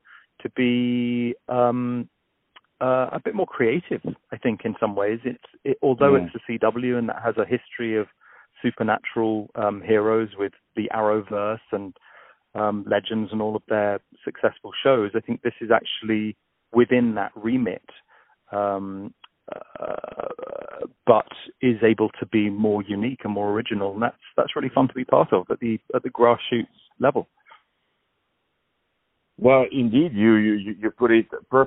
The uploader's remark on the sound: On the phone